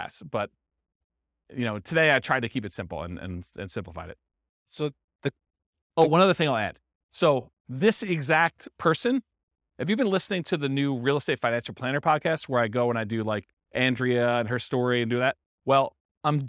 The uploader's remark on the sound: This was a live class recorded